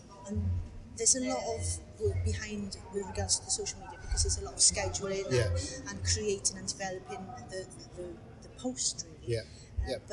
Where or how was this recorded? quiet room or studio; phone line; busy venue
busy venue